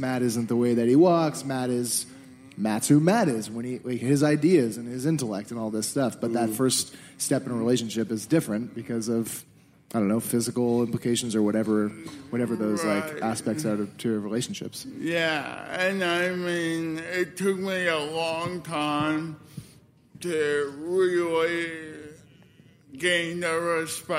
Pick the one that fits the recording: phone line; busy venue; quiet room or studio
busy venue